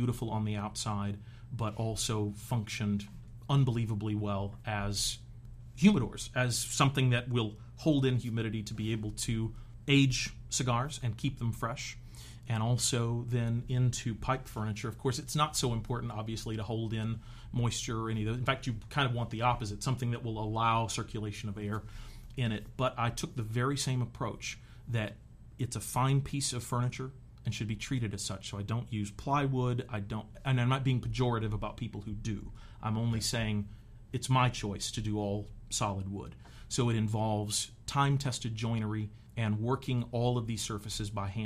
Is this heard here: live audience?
no